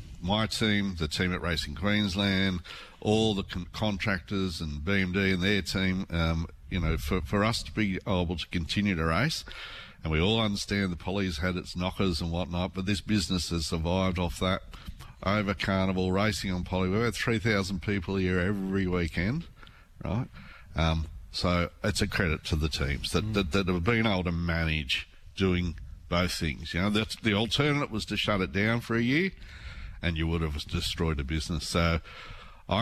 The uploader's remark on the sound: broadcasting live from the Gold Coast Turf Club